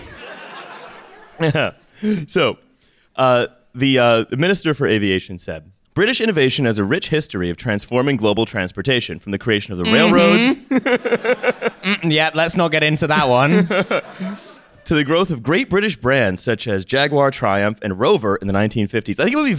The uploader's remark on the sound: TF Live in Berlin. We did a live show in Berlin on March 11 and we recorded it.